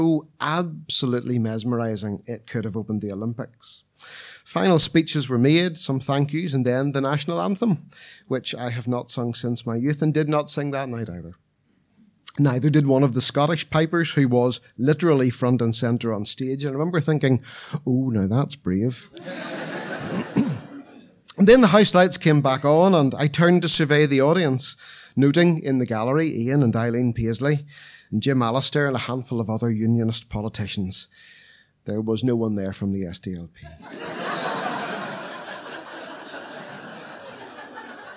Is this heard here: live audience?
yes